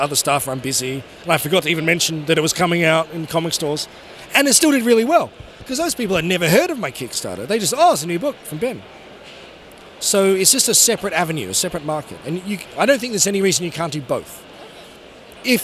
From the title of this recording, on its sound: Interview at Five Points Festival 2017